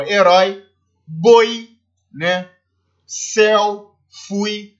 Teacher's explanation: são ditongos decrescentes, porque a primeira vogal do ditongo é a mais forte.